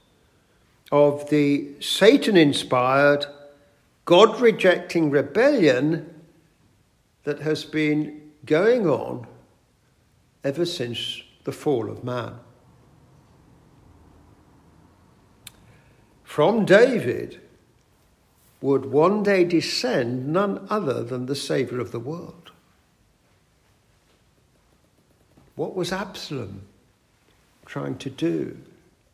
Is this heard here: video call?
no